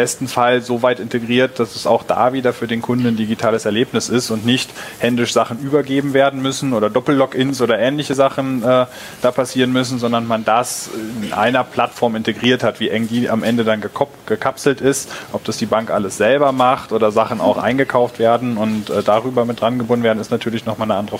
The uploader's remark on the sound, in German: Live von der BEX20